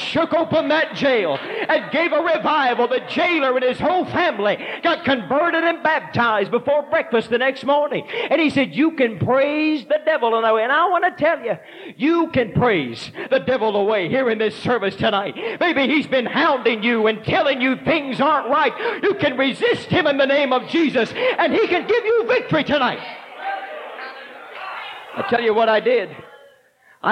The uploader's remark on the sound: This sermon was preached at the Mississippi Church of God Winter Camp Meeting 03/30/1989